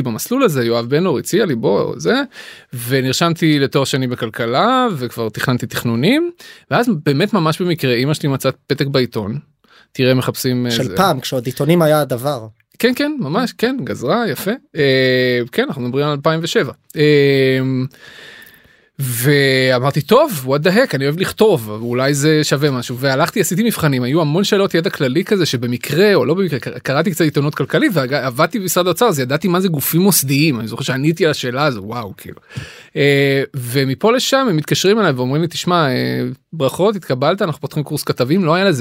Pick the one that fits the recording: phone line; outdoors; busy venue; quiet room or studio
quiet room or studio